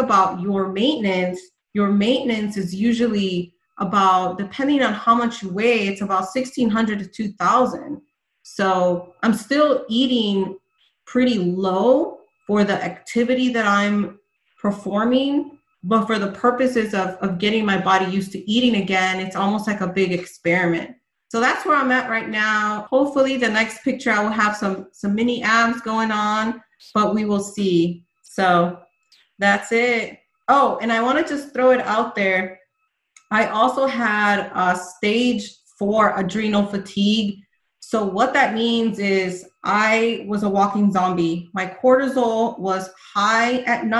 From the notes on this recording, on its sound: This is a replay from a Zoom Call. For our FB private fasting ladies group.